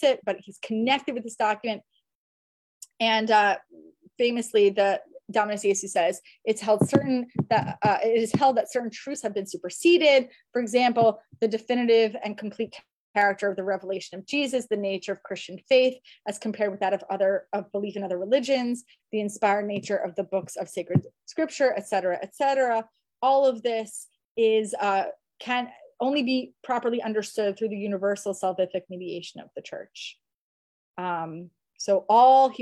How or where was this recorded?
video call